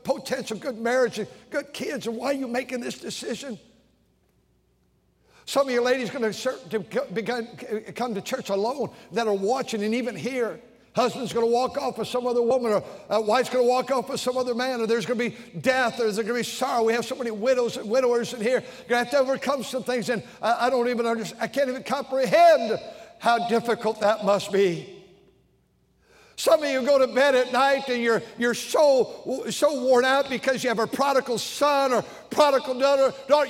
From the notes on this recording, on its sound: during the Sunday Morning service on May 7, 2023, at North Valley Baptist Church in Santa Clara, California